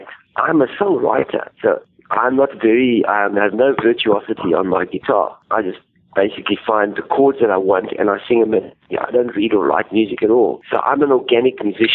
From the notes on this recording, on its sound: Something came up and the interview was conducted by telephone.